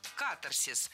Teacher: ударение следует ставить на первый слог – «катарсис». · Term: ударение на первом слоге